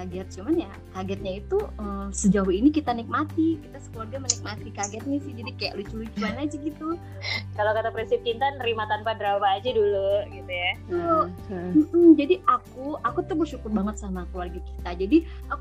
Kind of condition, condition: link, video call